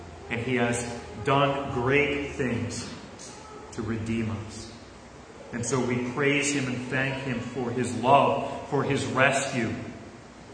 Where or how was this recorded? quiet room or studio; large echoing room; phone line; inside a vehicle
large echoing room